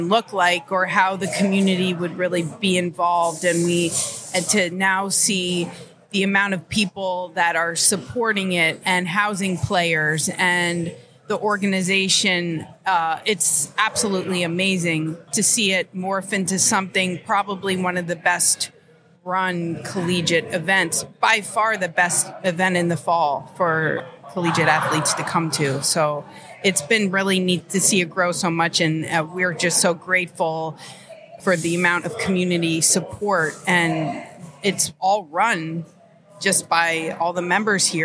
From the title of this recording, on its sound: Live at the Collegiate Open